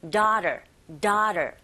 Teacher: 그 다음 daughter라고도 들릴 수도 있지만 daughter, daughter 이런 식으로 a, u 부분이 아에 가깝게 들릴 수도 있습니다